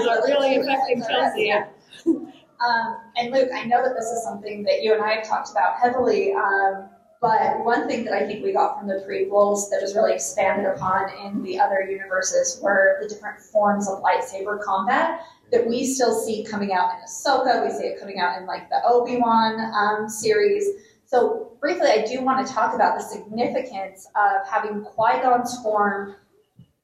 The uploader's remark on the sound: This panel discussion was pre-recorded at the FanX Salt Lake Comic & Pop Culture Convention.